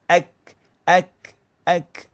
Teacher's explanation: Dan kaf kalau mati, dia ada sifat hamas. · Angin keluar sedikit seperti huruf ta.